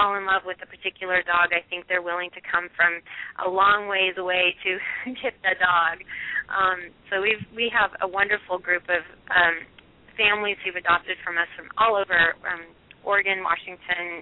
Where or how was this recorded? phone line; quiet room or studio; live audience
phone line